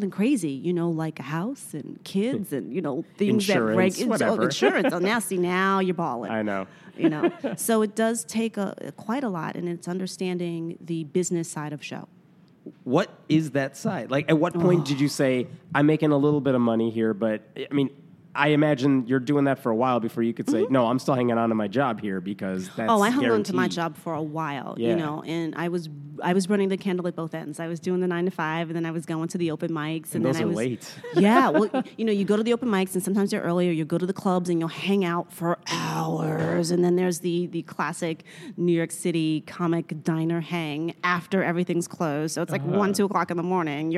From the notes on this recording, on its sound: At the recent American Humanist Association conference in Chicago, I spoke with her.